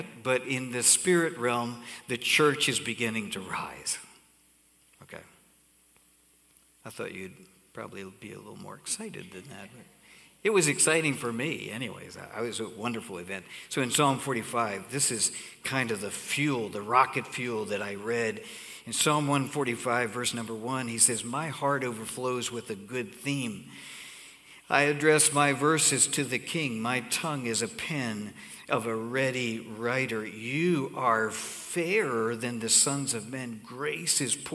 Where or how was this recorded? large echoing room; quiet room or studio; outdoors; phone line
large echoing room